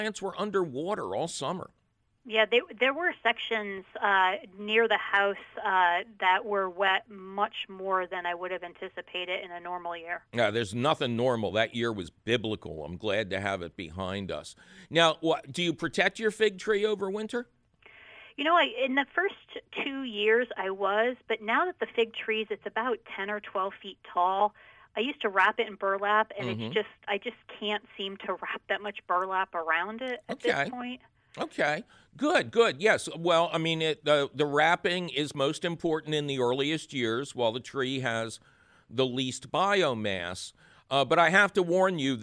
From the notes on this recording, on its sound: phone call questions